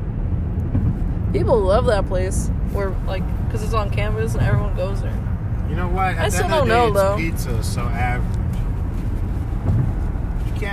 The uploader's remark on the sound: While recording this we were driving home from Pontiac,Michigan